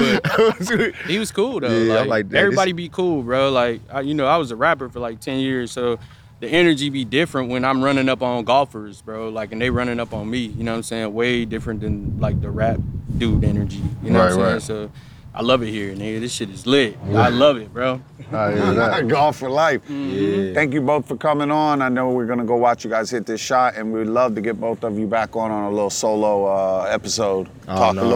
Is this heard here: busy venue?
yes